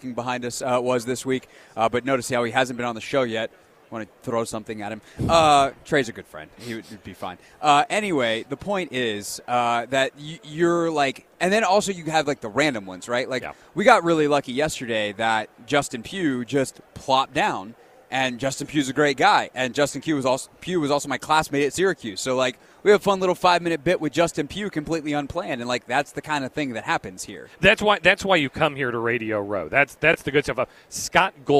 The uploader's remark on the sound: Radio Row Insights. Joins the show LIVE from Radio Row.